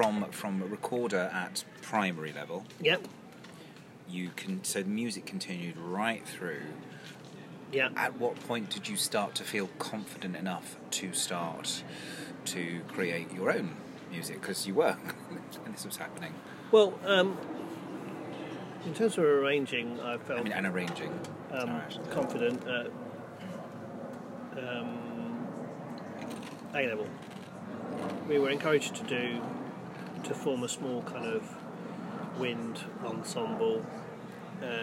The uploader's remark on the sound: we are coming to you live(ish)from the garden of my local pub!